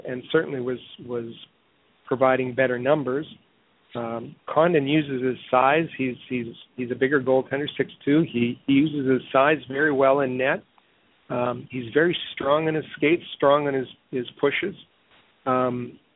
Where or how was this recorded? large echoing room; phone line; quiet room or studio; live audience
phone line